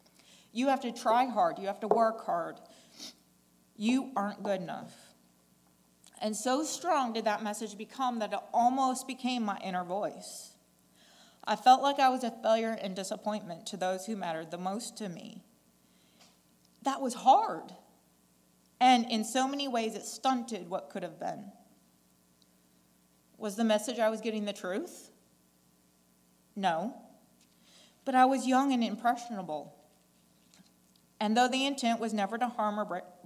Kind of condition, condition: setting, large echoing room